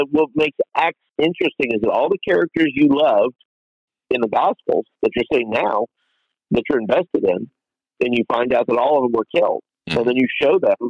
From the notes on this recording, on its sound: Phone interview